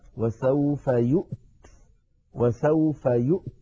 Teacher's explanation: وسوف يؤت بهمزة ساكنة وبعدها تاء ساكنة، فيها شيء من الصعوبة